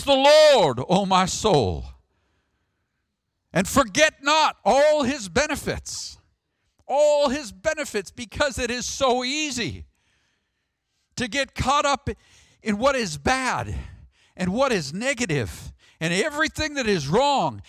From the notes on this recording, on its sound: Sermon audio from the March 3rd, worship service.